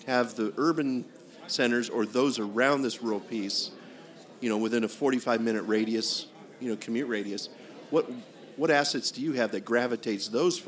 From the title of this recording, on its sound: Live before an Innovative Audience